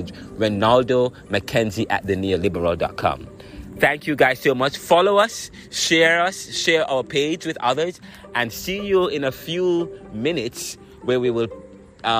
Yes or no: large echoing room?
no